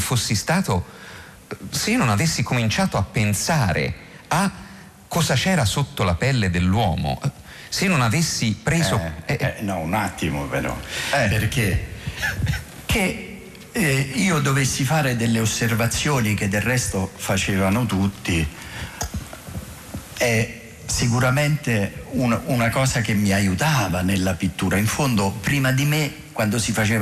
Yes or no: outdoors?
no